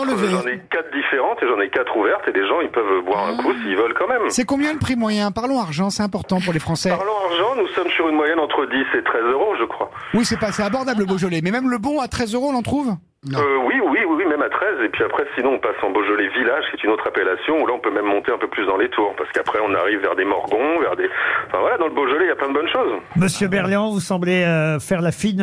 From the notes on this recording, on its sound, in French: était au téléphone des Grosses Têtes